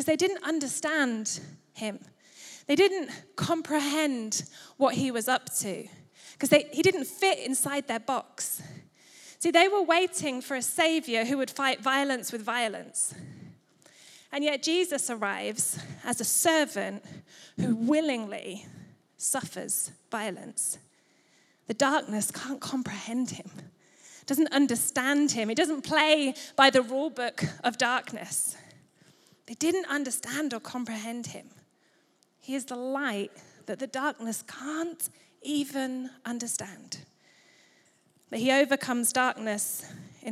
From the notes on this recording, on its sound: Recorded live at Life Church Lancashire